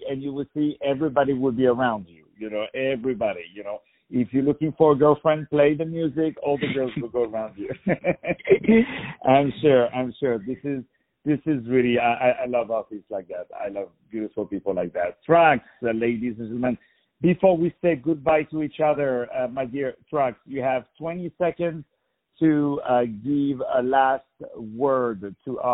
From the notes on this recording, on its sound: On the phone